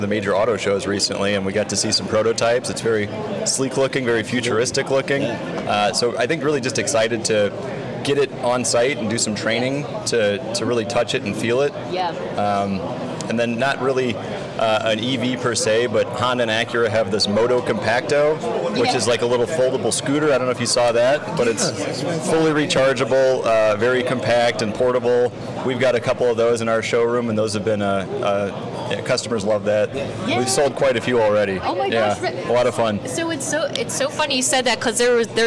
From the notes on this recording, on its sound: We recorded on-site at the NADA (National Automobile Dealers Association) convention in (rainy!) Las Vegas.